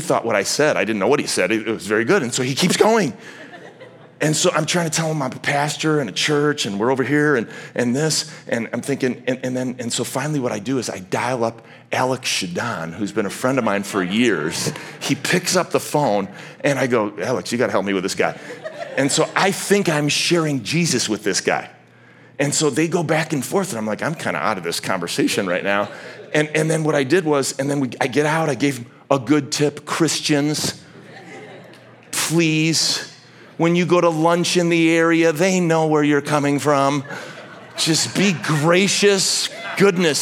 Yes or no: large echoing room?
yes